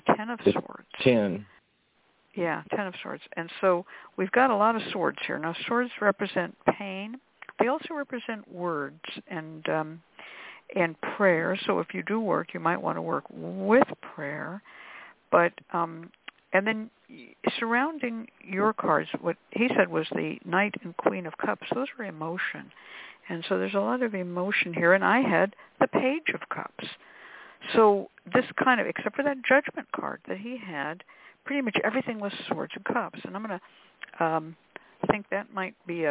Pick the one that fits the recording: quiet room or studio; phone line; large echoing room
phone line